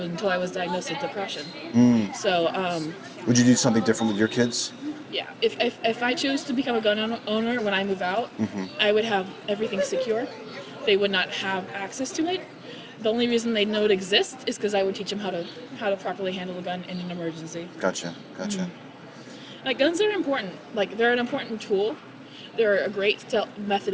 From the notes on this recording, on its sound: Location: San Antonio, Texas. Recorded w/Go-Pro.